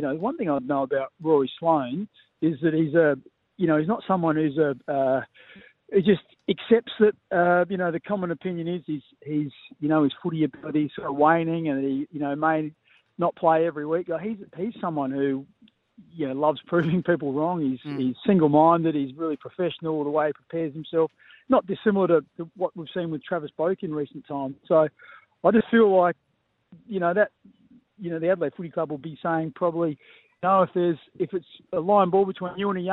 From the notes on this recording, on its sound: phoned in to chat to the boys